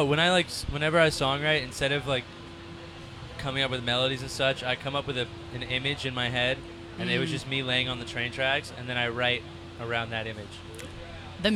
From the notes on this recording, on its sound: The Mix is live backstage at Lollapalooza 2023!